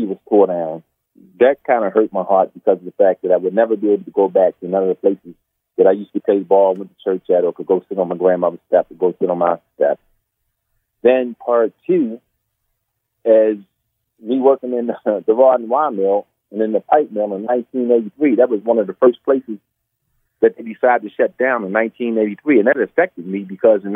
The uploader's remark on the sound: In this bonus episode, we hop on the phone